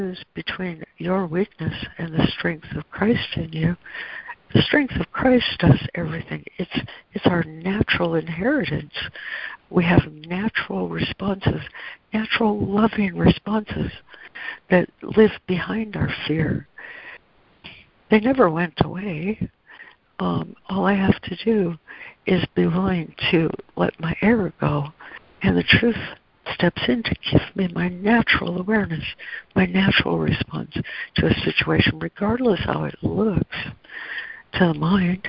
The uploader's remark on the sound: ACIM Daily Conference Call